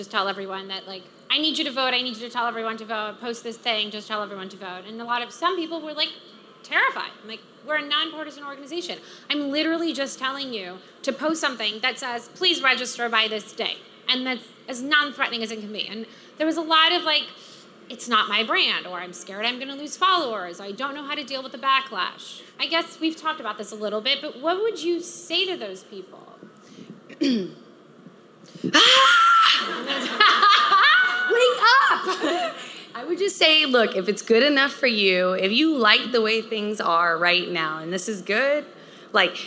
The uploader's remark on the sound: We’re taking it back to the stage at our Create and Cultivate NYC conference